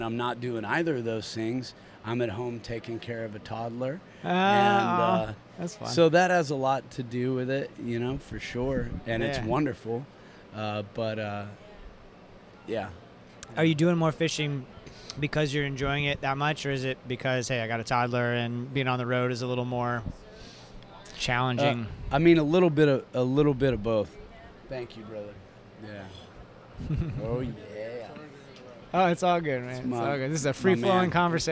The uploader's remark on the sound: We caught up at the Sing Out Loud Festival in St.